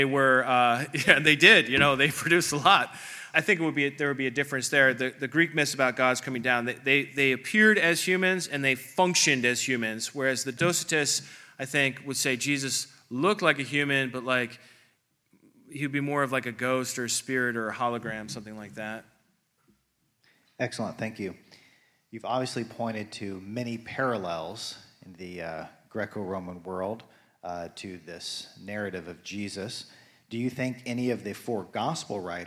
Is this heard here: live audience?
yes